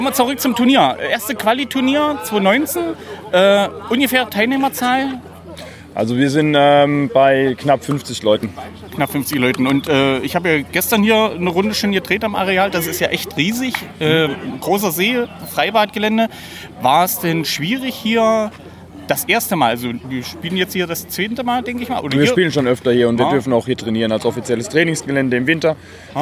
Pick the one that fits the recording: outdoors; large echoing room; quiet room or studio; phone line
outdoors